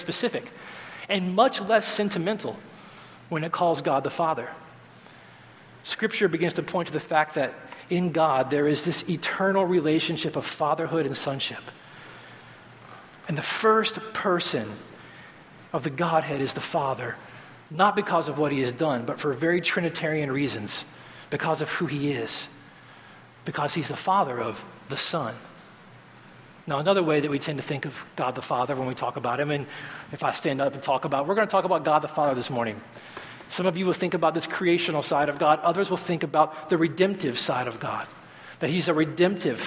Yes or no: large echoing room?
yes